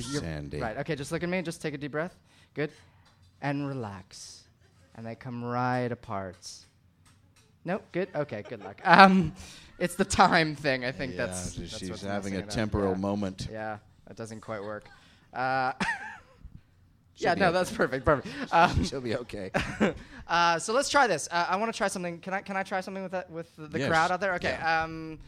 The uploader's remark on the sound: Recorded live at The Slipper Room in NYC.